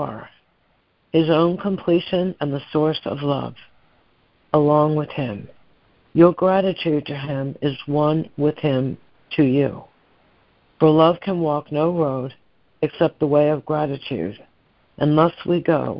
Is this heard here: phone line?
yes